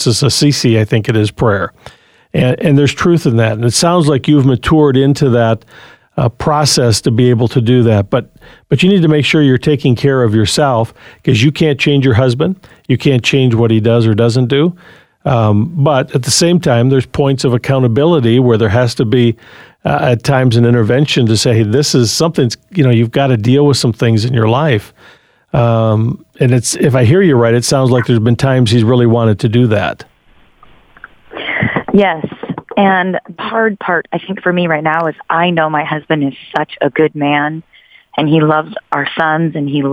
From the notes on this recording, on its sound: Open Phones